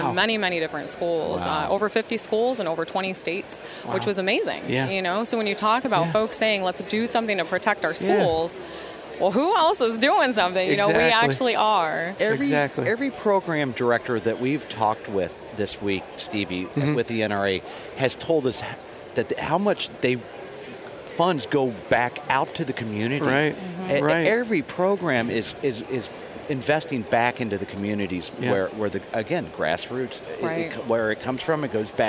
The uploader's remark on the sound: Live from the Great American Outdoor Show.